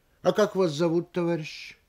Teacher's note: обращение, стоящее в середине или в конце фразы, сливается с предшествующими словами, несмотря на запятую.